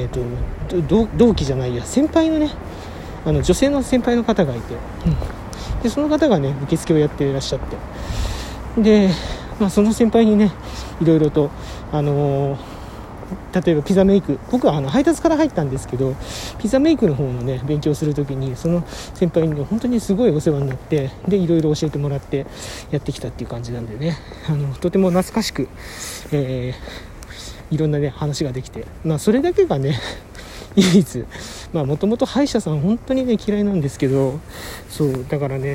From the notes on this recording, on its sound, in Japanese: 歯科帰り お外収録。